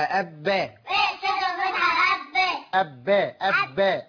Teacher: أقول الأول ساكن أب والثاني متحرك بالفتح ثم أنطق الاثنين أب باء · Term: الشدة مع الفتحة